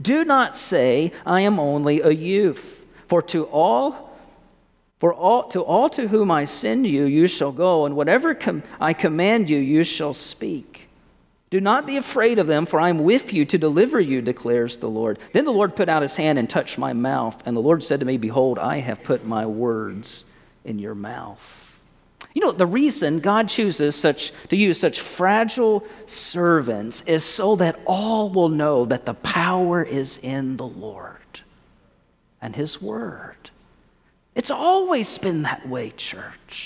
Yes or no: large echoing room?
yes